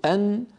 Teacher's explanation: تخرج النون من طرف اللسان مع ما يحاذيه من اللثة تحت مخرج اللام بقليل · Term: مخرج النون